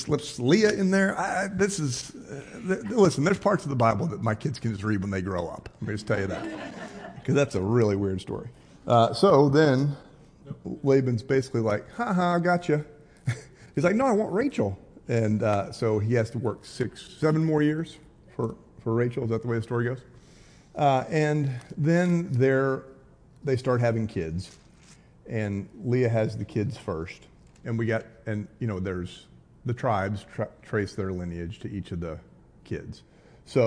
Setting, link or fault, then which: setting, live audience